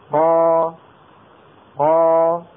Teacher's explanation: أنا أنطق القاف المفتوحة كما قلنا هكذا قا بتباعد الفكين بين بعضهما ثم ينتهي الموضوع قا. طيب فإذا مططت صوتي بهذه الفتحة زيادة قا قا يتولد ألف